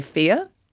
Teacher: if we see a word like F-E-A-R, we won't say the sound at the end of that word. We'll say fear. · Term: non-rhotic accent